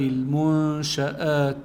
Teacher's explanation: بس كمان عندنا المنشآت نون ساكن بعدها شين، يعني يكون عندنا إخفاء، تخفى النون عند الشين مع الغنة